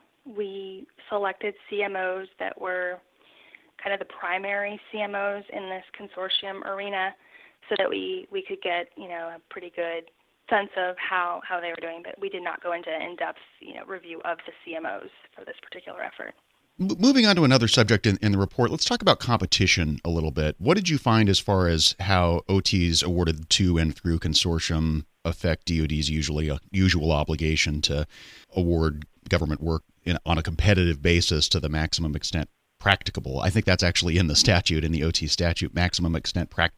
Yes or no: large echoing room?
no